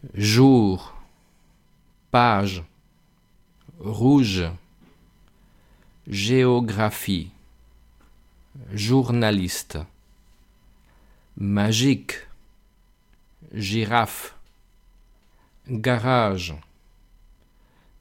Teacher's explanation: Y cuando veamos una G, G, E o G, I o una J, lo que haremos en francés es pronunciarlo con este sonido que vamos a ver ahora, que se representa por una especie de tres grandote, y en este sonido el aire sale pues poco a poco y hay una vibración, ¿no? Se nota que vibra la garganta.